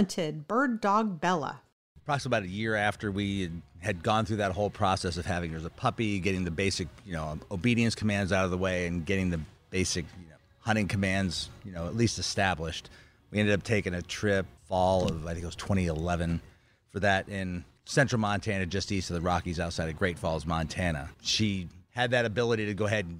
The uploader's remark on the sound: Recorded at Wheelers Western Outfitters.